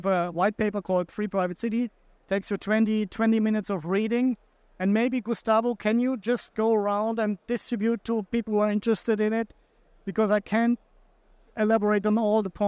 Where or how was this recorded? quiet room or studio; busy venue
busy venue